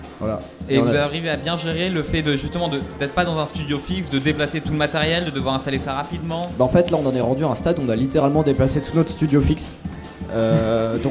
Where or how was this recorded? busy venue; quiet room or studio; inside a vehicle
busy venue